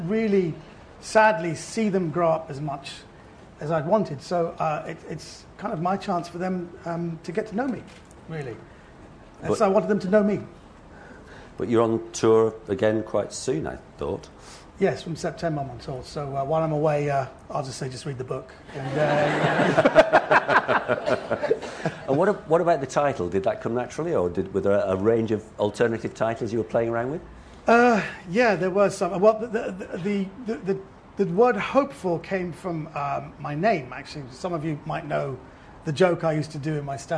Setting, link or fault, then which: setting, live audience